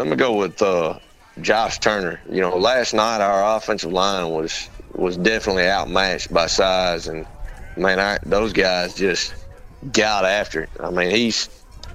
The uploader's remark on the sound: Live at Athens Stadium